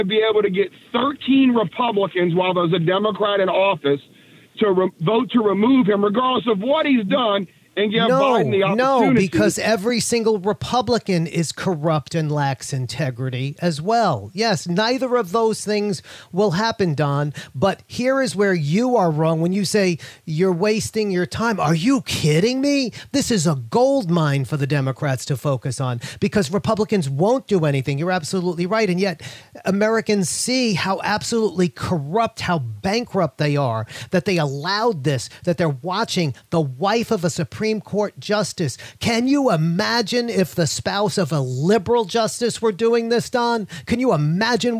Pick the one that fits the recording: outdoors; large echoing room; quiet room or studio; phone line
phone line